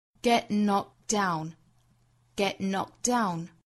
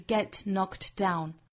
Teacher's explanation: get 后面的 t，还有 knocked 尾部的 t 的发音，我们听的话是听不到了的。其实是在这个位置憋了一下，因为后面又遇到辅音了。 · Shown in: first take